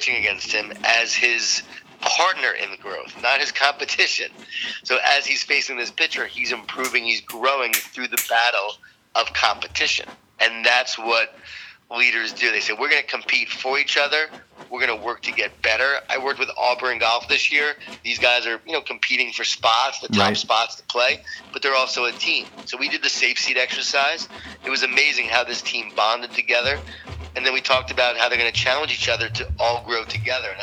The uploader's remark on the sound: was gracious enough to jump on the phone